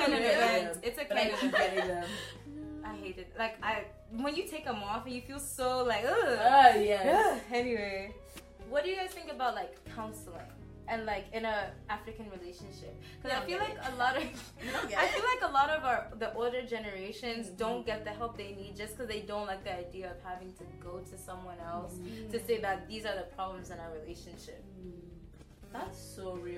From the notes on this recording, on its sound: apologies for the mic glitches throughout the episode!